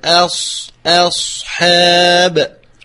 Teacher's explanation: صفير في الصاد مفخمة وترقيق الهمزة أولا